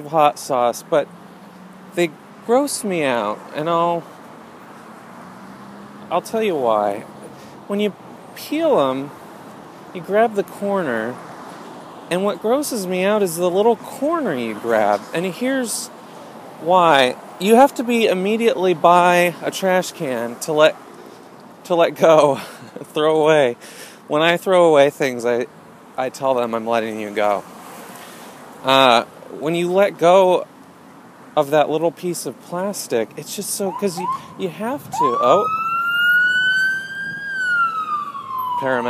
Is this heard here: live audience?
no